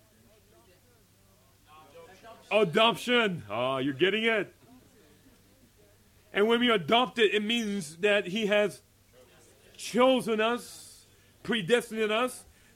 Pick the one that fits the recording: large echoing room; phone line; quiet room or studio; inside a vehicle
large echoing room